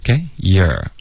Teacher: 它这个开头的 you are,我们就弱读成 you're.